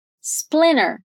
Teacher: É comum também pronunciar essa palavra quase sem esse T, né? Com um T muito, muito suave.